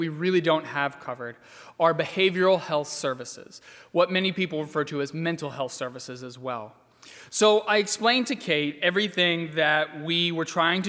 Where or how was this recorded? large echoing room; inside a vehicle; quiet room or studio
large echoing room